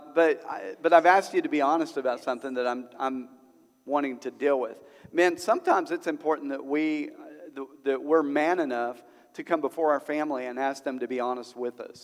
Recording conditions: large echoing room